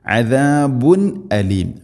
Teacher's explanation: അദാബുൻ അദാബുൻ, അസാബ് അല്ല, അദാബുൻ അലീം. തൻവീന് ശേഷം ഹംസ, ഇദ്ഹാർ, വെളിവാക്കണം, മണിക്കരുത്.